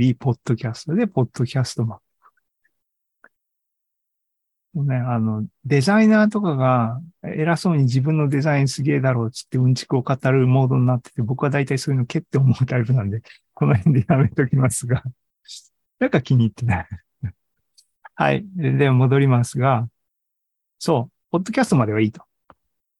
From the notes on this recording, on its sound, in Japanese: ２０２３年５月３１日に開催した ZOOMライブの模様です